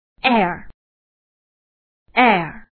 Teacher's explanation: 它的口型变化呢是由小变大，由扁到开 · 舌位呢也就是从 a 开始，然后向 r 这个音滑动 · Term: 开口双元音, 双元音